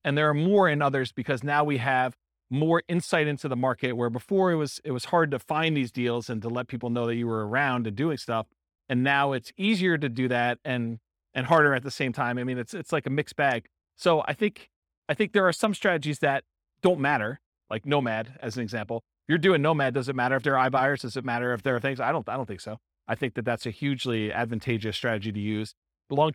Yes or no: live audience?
yes